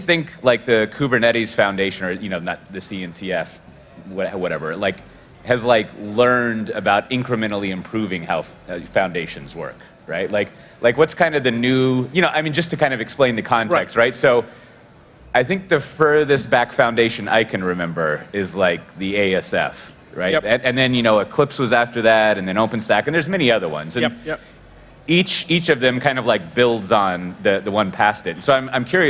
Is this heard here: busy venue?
yes